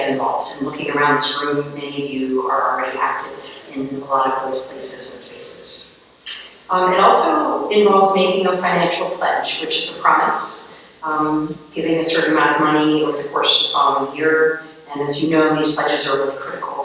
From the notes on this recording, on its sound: We apologize for the audio. Sound will clear up at 5:30 mark.